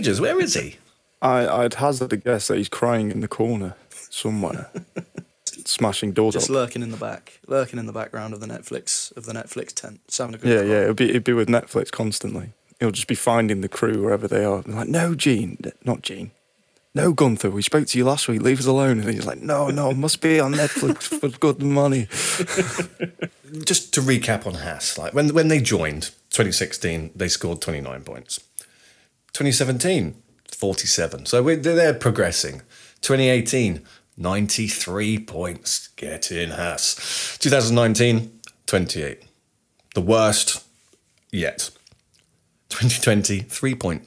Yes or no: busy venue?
no